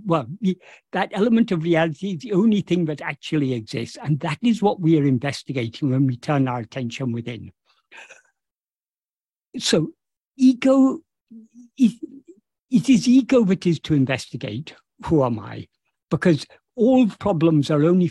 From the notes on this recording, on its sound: In a Zoom meeting with the Ramana Maharshi Foundation UK on 9th September 2023